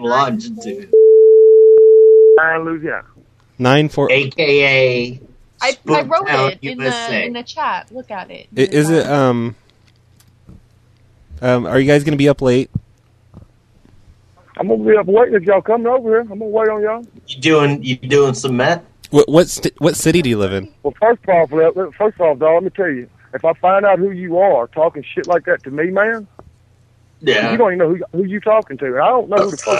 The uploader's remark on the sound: Prank Phone Calls Collection